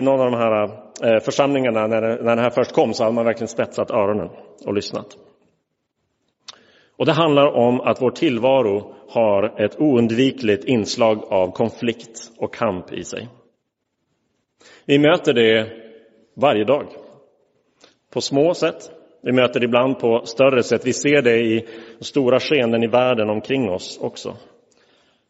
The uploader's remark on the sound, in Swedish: Inspelad i Roseniuskyrkan den 2 oktober 2022.